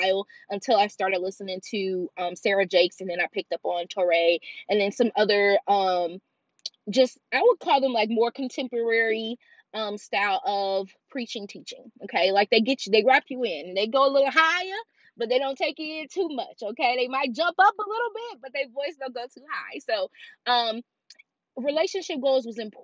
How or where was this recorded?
inside a vehicle